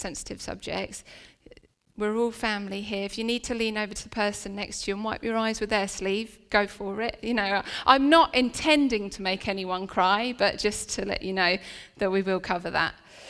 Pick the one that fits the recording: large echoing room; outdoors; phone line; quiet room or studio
large echoing room